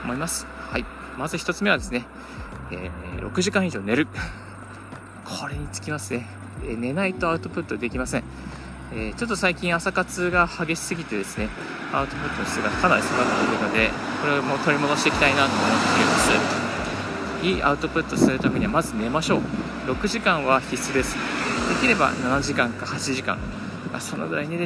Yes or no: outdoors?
yes